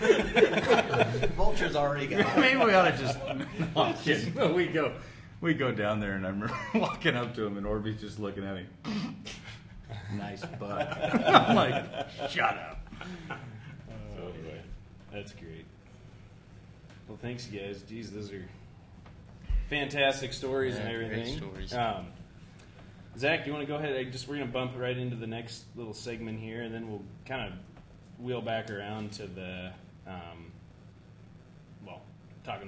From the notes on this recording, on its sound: Live at the Jamboree 2019